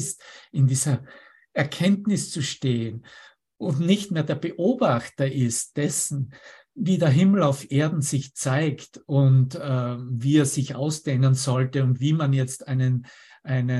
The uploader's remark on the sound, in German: Zoom-Session